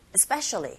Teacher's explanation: 이스페셜리가 아니라 에스페에 이 부분에 강세 주시고 앞부분에 이스페는 아주 빠르게 especially 거의 안 들리죠.